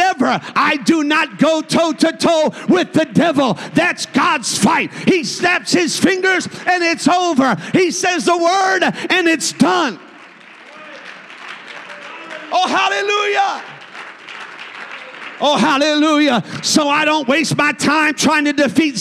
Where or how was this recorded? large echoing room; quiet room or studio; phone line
large echoing room